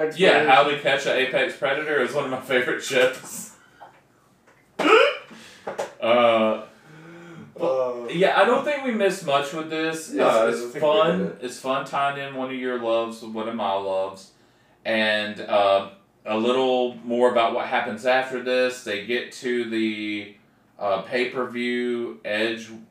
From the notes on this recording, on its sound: Please be patient with us as the sound quality improves.